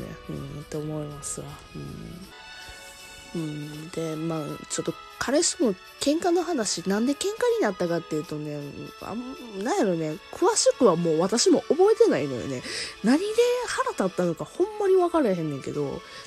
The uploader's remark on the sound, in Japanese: 後半になってやっとエンジンかかりましたので音量注意。あと雑音がめちゃくちゃ入ってます。